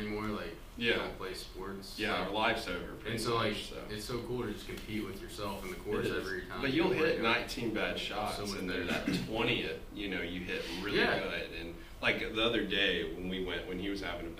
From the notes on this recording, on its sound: We forgot to plug in the mics.